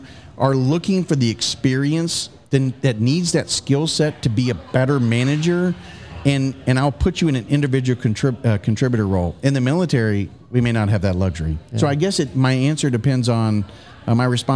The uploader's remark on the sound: Taped at Line Creek Brewing Co., Fayetteville, GA